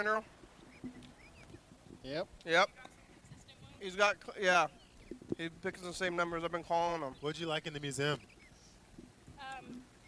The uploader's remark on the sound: TCMoFA at the Armory. We sit outside on a couch under a tent with all the gear we brought and talk over the speaker system to each other. Sometimes we look into the museum but the camera cable doesn't go very far.